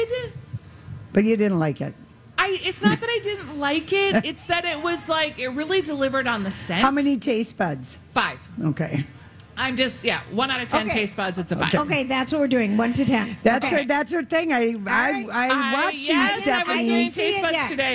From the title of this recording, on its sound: Day 1 at the MN State Fair